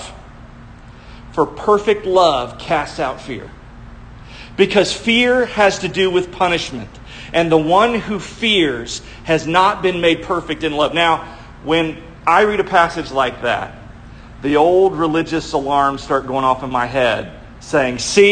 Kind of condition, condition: setting, large echoing room